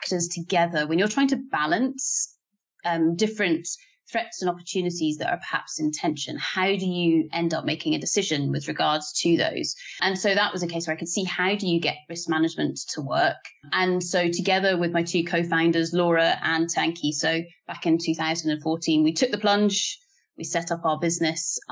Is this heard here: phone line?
no